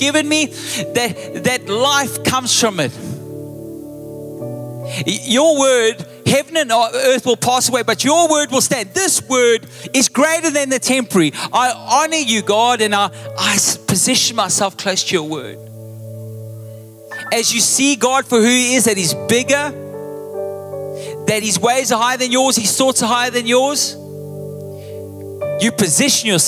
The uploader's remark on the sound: Recorded live on Sunday the 16th April 2023